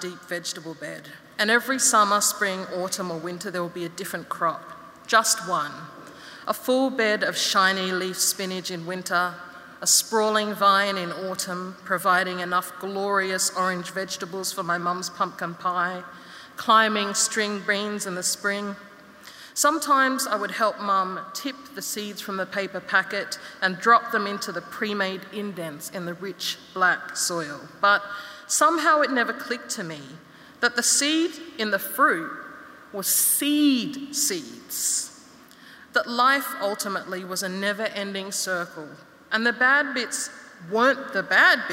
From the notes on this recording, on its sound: In this episode we revisit 2022's inaugural Opening Night gala event at Melbourne Town Hall. This event was recorded at Melbourne Town Hall on Wednesday 2 November 2022 as part of the Wheeler Centre’s Spring Fling Opening Night: Lightbulb Moments.